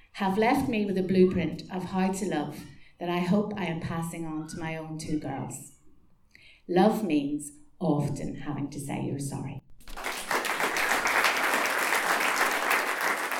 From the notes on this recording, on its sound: Tenx9 is s a live storytelling evening held in Belfast's Black Box. Nine people with up to ten minute to tell a true story from their own life.